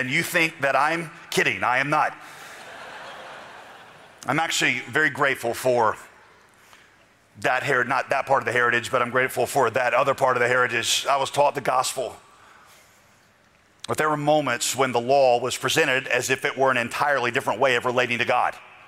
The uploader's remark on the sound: a keynote message from TGC’s 2023 conference